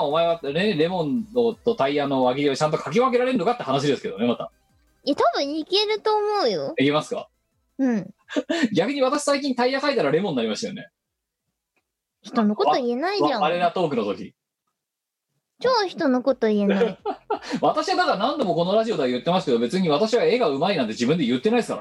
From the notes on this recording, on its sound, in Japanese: 本番組はリモート収録です。収録時環境の影響により、聴き取り辛い部分があります。今週も元気に外出自粛で、リモート収録。